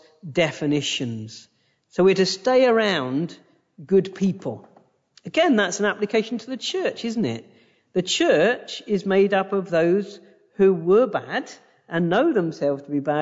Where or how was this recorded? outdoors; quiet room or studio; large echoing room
large echoing room